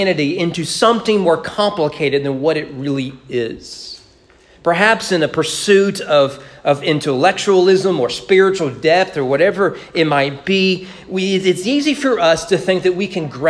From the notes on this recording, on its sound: Sermon preached at East Frankfort Baptist Church on September 19, 2021 during morning worship